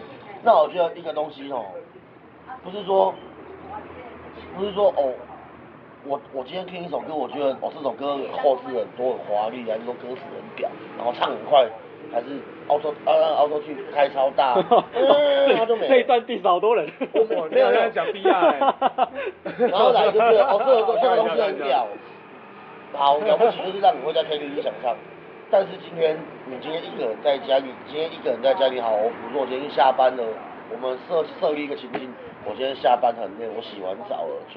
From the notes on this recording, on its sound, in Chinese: 錄音地點：台南 牽咖啡 Chen Coffee